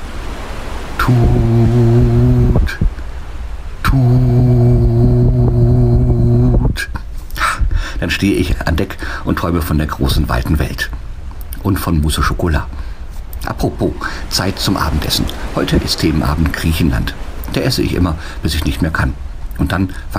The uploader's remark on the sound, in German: Mit der AIDAluna von Kiel nach New York. Meldet sich jeden Tag live vom Schiff.